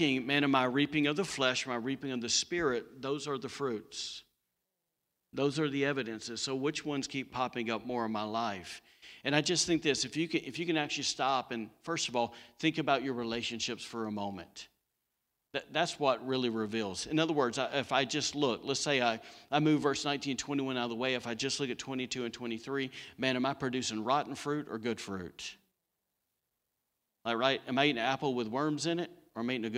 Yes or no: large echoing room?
yes